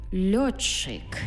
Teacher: І утворюється в нас подовжений звук чи. Тобто пишемо от че, а вимовляємо отче.